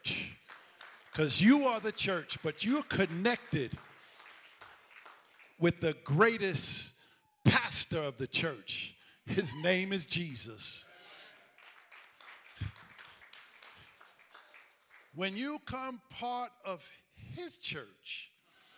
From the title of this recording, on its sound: Recovery Church Live Event